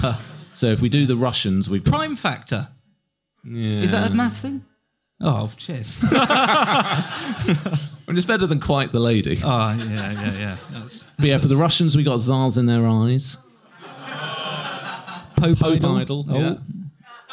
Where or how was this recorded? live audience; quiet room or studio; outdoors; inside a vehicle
live audience